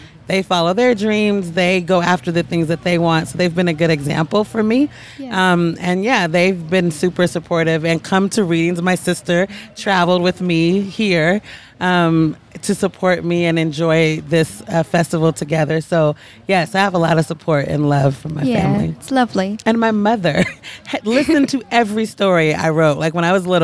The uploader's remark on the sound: Scribblers Festival 2019. These are recordings from our Conversation Caravan over the Family Weekend.